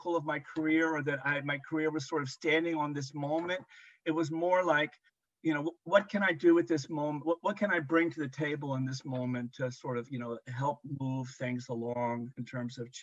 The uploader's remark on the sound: Recorded 10.24.2022 in NC & MD on Zoom